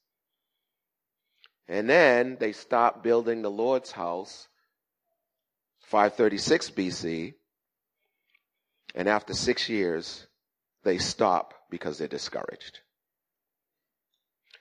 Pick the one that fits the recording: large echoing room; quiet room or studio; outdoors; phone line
large echoing room